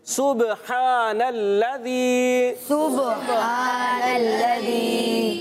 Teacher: با حرف جب آتا ہے اور ساکن ہو حرف کلکلا سے ہے تو کلکلا بھی کرنا ہے